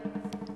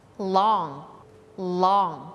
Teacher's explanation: longเนี่ยเราจะเห็นได้ว่าลิ้นเรามันจะออกมานิดนึงแล้วมันก็แตะข้างหน้า · Term: ตัว L